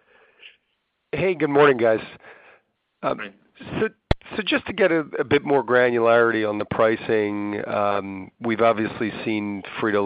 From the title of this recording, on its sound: PepsiCo (PEP) Q2 2019 Earnings Call